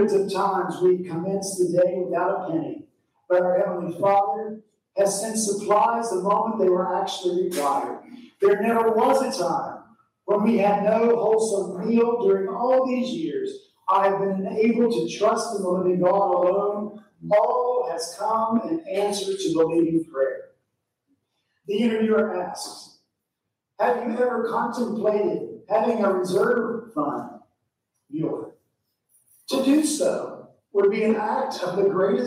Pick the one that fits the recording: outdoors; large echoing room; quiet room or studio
large echoing room